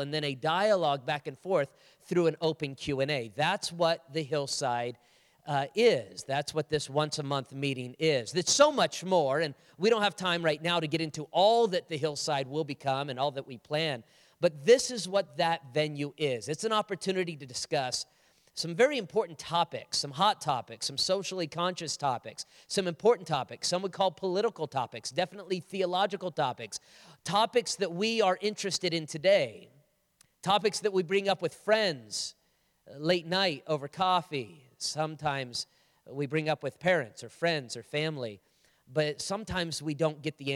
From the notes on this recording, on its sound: On stage for a live Q&A from the audience. From the Hillside Gathering.